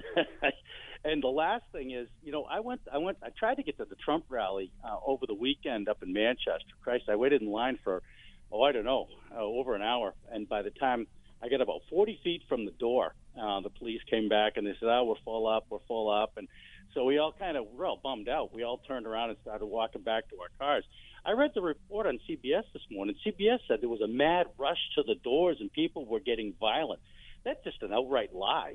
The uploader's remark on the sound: Granite Staters call in to share their sentiments toward the former president and the neocon.